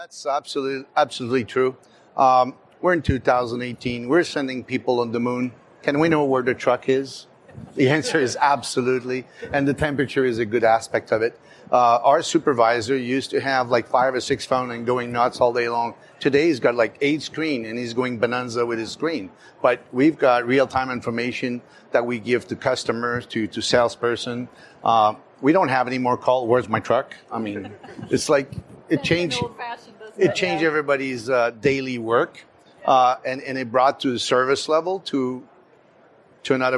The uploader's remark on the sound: LIVE! From the CPMA Trade Show Floor.